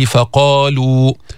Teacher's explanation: أعلى مراتب التفخيم لأنه حرف استعلاء مفتوح وبعده ألف